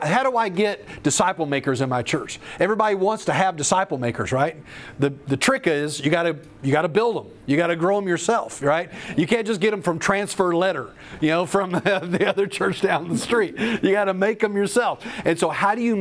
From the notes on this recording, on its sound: The following audio comes from the National Disciple Making Forum by Discipleship.org . An organization called discipleFIRST hosted a track called "Developing a Disciple Making Culture."